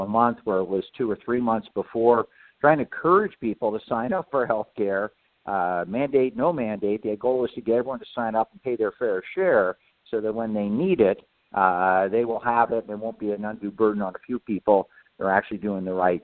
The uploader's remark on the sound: a conference call